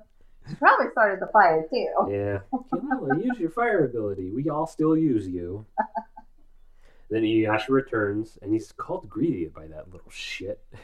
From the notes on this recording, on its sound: Sound problems plague this newest episode of We View Yasha!